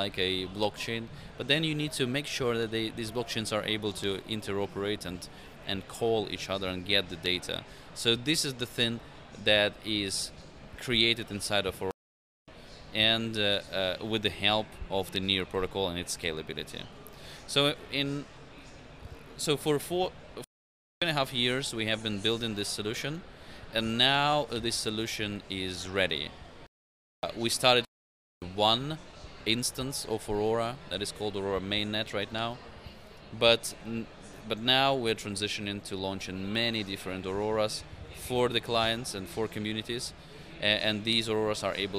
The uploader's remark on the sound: Live from Consensus 2023!